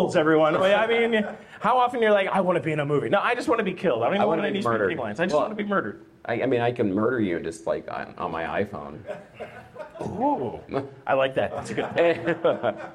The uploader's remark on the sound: Live from the Colorado Festival of Horror. Catchup on stage.